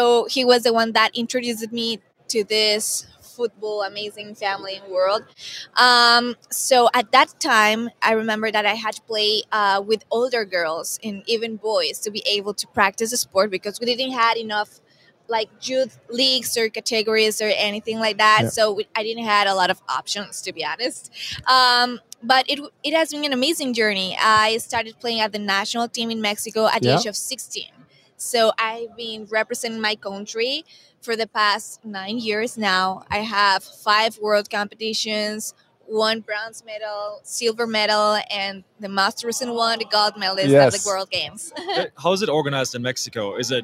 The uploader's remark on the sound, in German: hat live von Radio Row in Phoenix aufgenommen